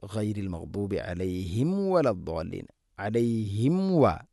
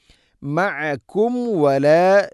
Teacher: മീമിനെ പൂർണ്ണമാക്കി അഥവാ രണ്ട് ചുണ്ട് തമ്മിൽ തട്ടിച്ച് പൂർണ്ണമാക്കി ഉച്ചരിക്കണം · Term: സാക്കിന മീമിന്